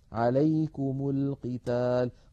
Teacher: عليكم للقتال أيضا التقى ساكنان، الميم ساكنة ولام التعريف ساكنة، فحركنا الميم بالضم